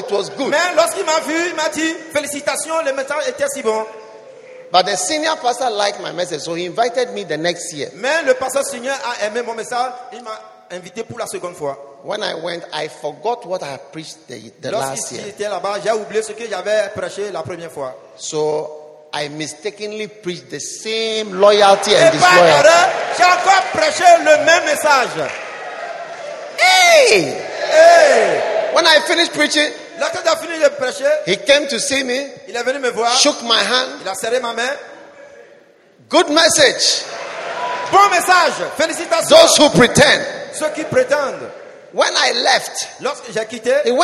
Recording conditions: large echoing room